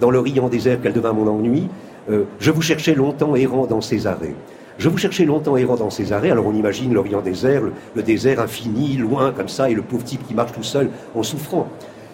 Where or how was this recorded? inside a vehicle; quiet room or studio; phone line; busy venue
busy venue